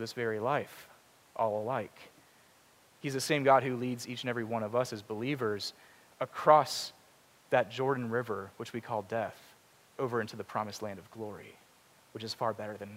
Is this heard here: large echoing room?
yes